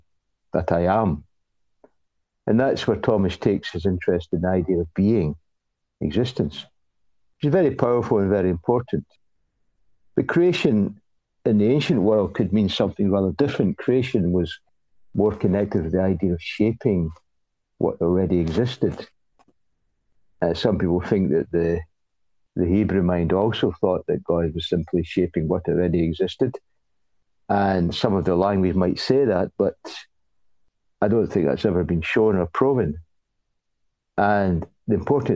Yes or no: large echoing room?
no